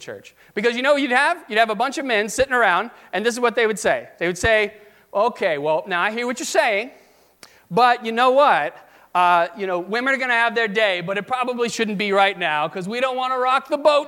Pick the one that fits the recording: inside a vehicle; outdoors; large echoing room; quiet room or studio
large echoing room